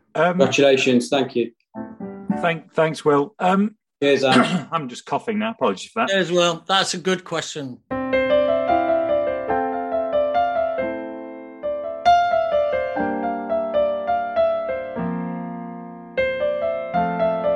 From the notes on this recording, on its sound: Q&A LIVE. I then decided it would be a bit of a laugh if we did it all (kind of) live and got selected questioners to drop by and put them to me in person. The result was a very informal Friday night Zoom hook-up.